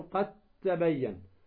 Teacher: الدال الساكنة ثم بعدها تاء تدغم الدال في التاء · Term: إدغام